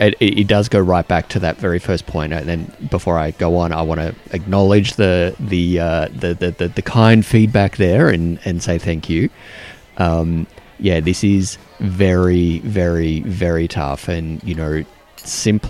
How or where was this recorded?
busy venue